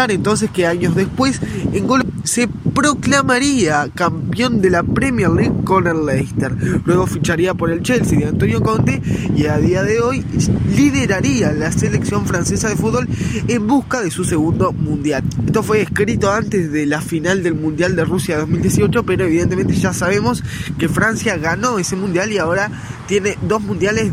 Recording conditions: wind noise